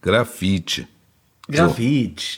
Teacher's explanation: also stimmloses E hinten, das ist für westeuropäische Münder praktisch nicht korrekt auszusprechen.